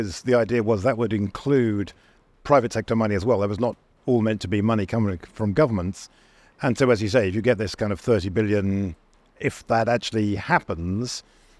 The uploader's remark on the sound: The Energy Gang on the ground at COP28. Part one of our coverage live from the conference. Listen in as we kick off our special podcast series, live from Expo City in Dubai at COP28.